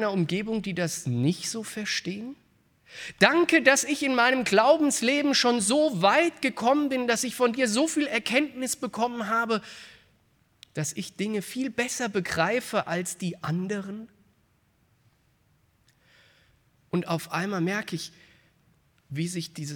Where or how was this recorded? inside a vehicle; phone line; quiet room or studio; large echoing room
large echoing room